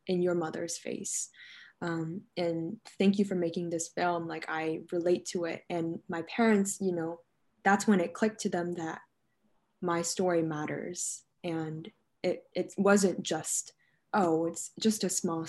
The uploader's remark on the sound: Bonus Q&amp;A from our live virtual screening. Enjoy this bonus Q&A from our live virtual screening of No Crying at the Dinner Table (2019) in December 2020.